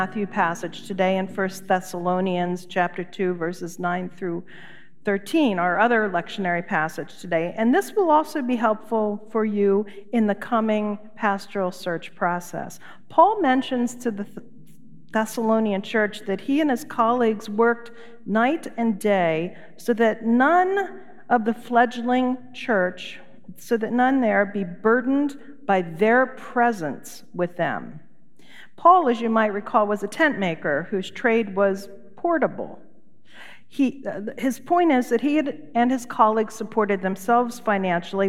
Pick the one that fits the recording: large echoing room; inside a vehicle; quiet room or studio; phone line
large echoing room